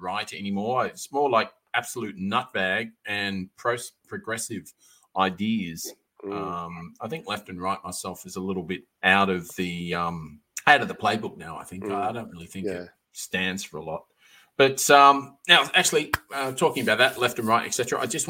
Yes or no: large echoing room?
no